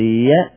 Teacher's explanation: لما تقول ي كأنما اللسان تضغط على الجانب الأخير من اللسان ويرتفع الطرف العلوي منه، فترفع اللسان يعني الطرف العلوي قبل الحنك، يعني إلى جهة الحنك للياء · Term: الياء